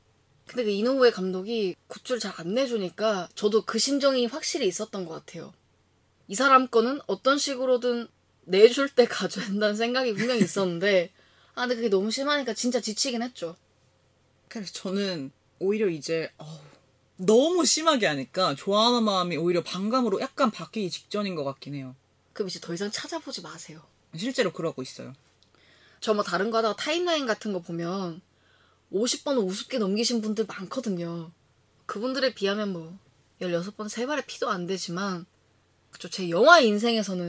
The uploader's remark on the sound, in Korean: LP판이 튀는 듯한 소리를 자주 들으실 수 있으실 텐데요. 사용한 스튜디오의 장비 문제로 추정됩니다. 본 녹음 전 테스트 녹음을 했을 땐 전혀 느끼지 못했는데, 아무래도 컴퓨터에 연결된 헤드셋과 스피커로는 해당 음역대의 잡음이 잡히지 않는 것 같습니다.